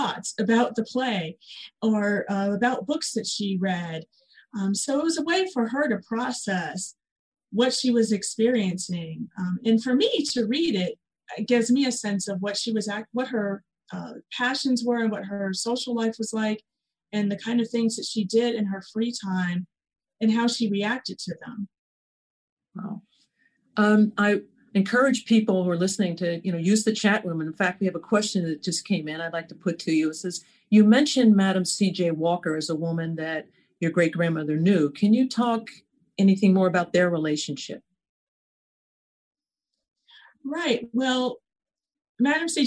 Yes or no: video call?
yes